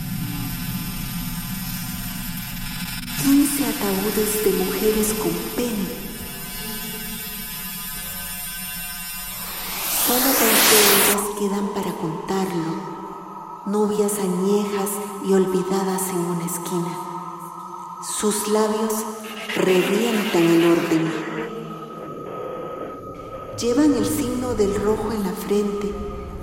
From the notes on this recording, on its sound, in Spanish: Grabaciones realizadas en la Ciudad de Guatemala en el mes de Julio, 2018